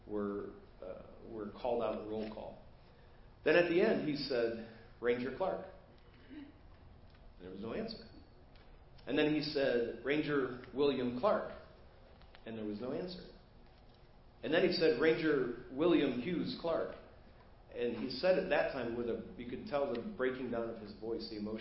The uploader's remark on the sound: Preached at First Baptist Church of Hazel Park